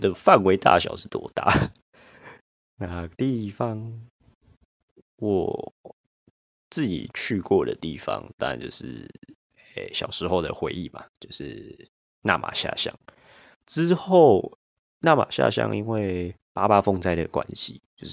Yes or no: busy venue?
no